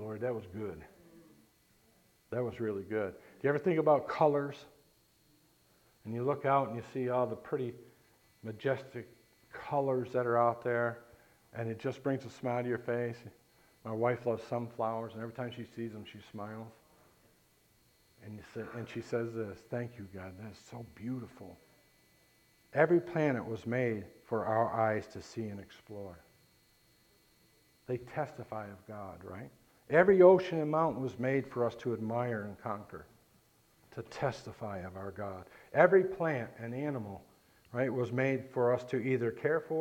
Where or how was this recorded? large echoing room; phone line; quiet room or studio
large echoing room